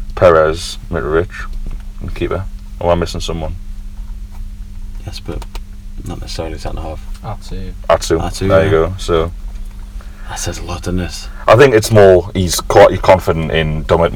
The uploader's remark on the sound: Record for you live from Mecca Bingo car park in Barnsley.